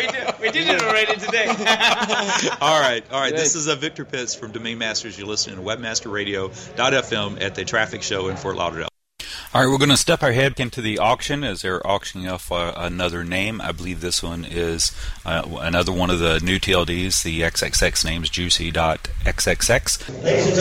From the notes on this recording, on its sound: On location at the TRAFFIC conference in Fort Lauderdale 2011. Segments of a live domain auction.